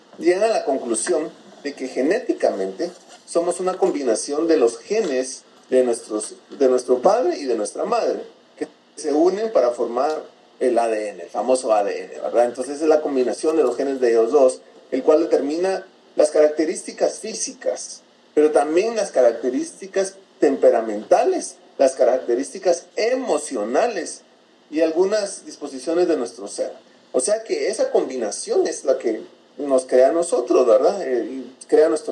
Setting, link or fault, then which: fault, poor sound quality